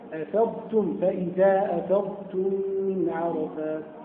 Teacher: ضاد مفخمة والتاء مرققة